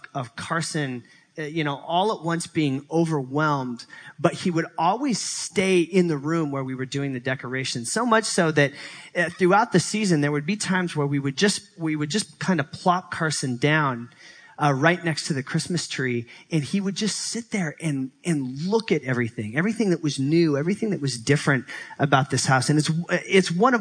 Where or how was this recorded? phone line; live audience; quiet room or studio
live audience